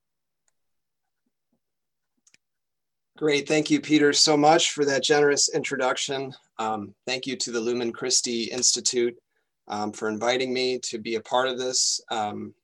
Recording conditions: video call